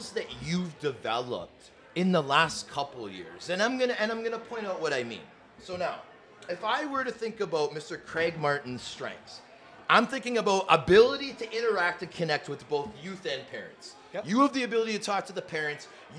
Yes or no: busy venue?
yes